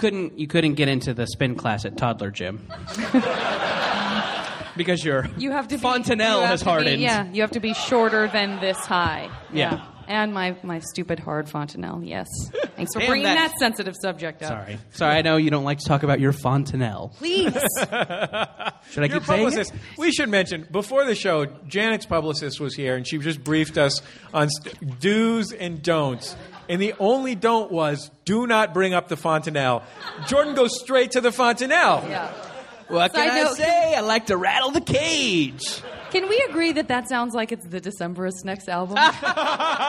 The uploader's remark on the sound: Live at the Downtown Independent. Live show with My Brother, My Brother and Me at the Downtown Independent in Los Angeles.